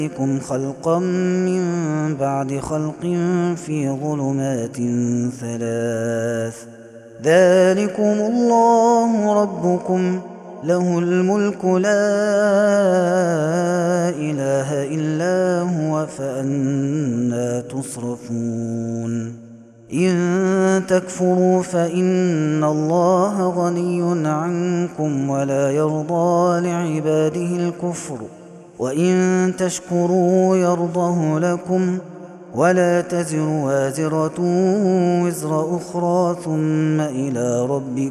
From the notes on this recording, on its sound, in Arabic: هذا التسجيل من صلاة التراويح